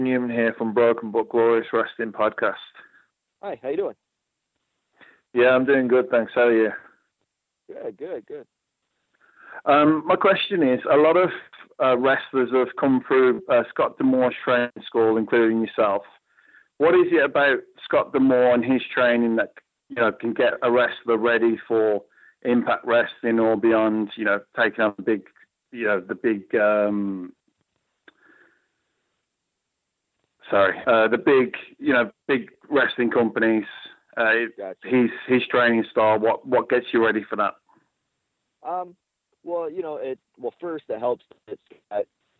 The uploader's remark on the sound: Impact Media Call. Impact Wrestling Media Call.